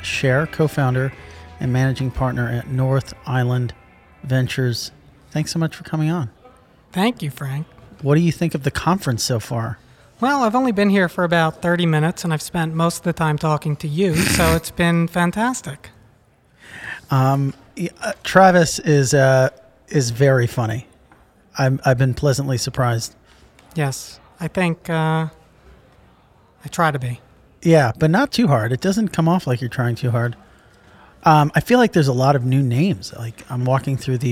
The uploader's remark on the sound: recorded at Messari Mainnet 2022